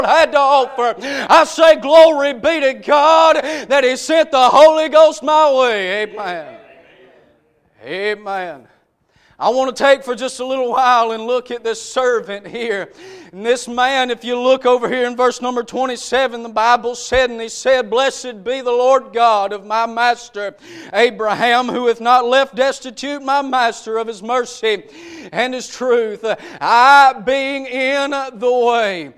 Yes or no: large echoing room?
yes